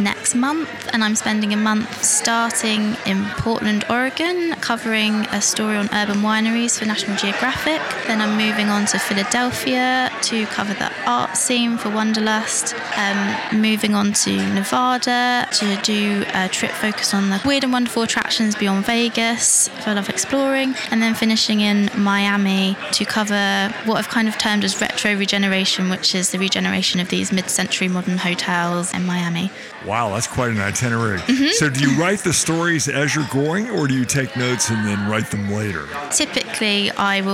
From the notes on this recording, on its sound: Live From Travel Week. Live from Frankfurt, Germany.